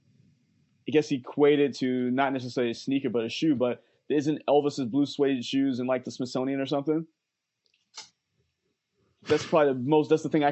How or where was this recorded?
video call